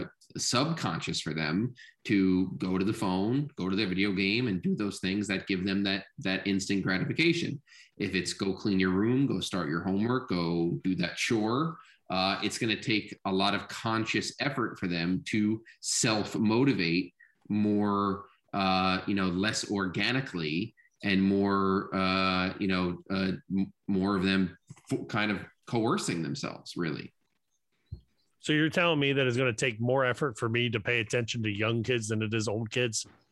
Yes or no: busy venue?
no